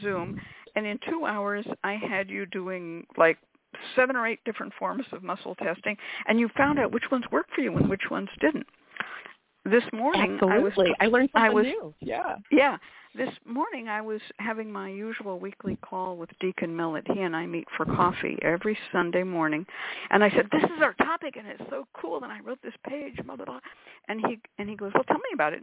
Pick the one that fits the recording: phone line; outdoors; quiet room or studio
phone line